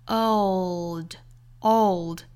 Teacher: 它其实是属于元音加舌侧音的组合